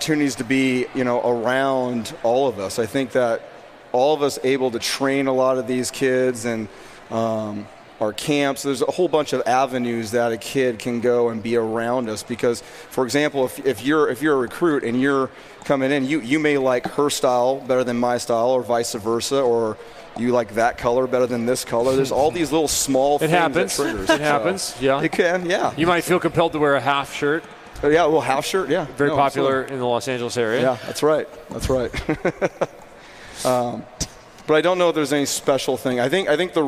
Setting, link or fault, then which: setting, busy venue